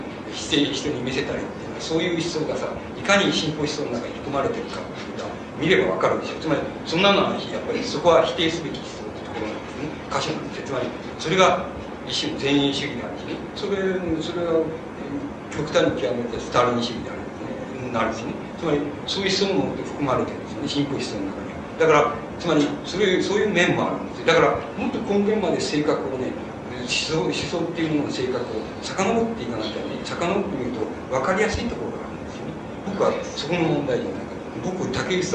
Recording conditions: background noise